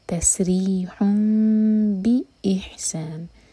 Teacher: تنوین جو ہے میم میں چینج ہوئی ہے، اقلاب ہوا ہے، نون کا ساؤنڈ میم میں چینج ہو رہا ہے